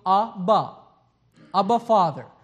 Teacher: you just bring your lower articulators to your upper articulators in the simplest way. That's bottom lip to top lip, and you go, Abba, Abba Father.